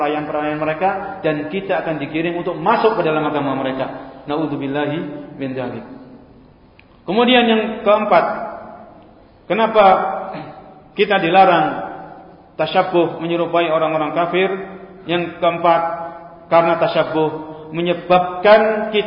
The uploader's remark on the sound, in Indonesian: Direkam pada: Senin, 31 Desember 2018 Masjid Ahmad Yani Surabaya